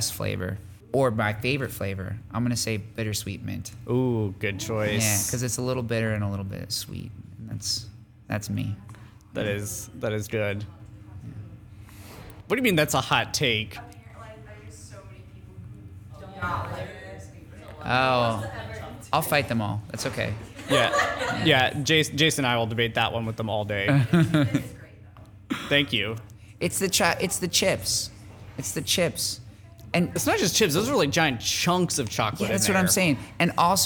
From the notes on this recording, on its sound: With a live studio audience in the Grandfather Clock Lounge. The episode includes two live performances.